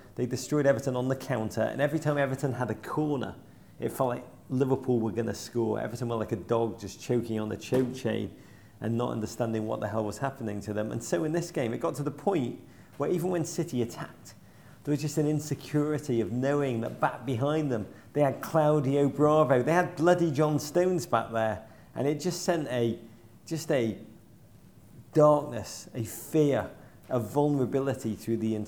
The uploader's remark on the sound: Live in Liverpool.